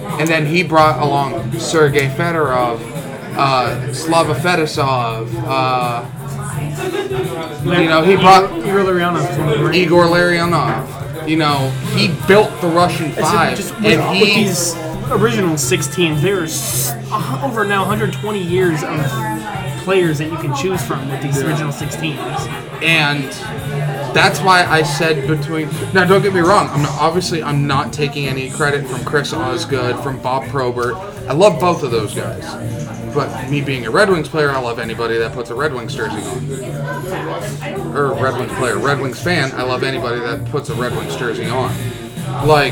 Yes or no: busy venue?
yes